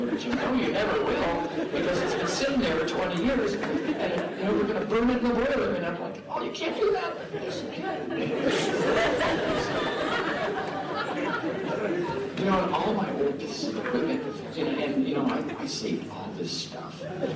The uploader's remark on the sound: Keynote Address, 2015 Farmer-to-Farmer Conference, recorded 11/8/15 at Point Lookout, Northport, Maine